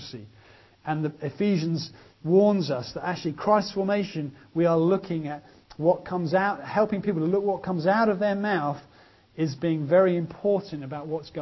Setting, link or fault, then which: setting, large echoing room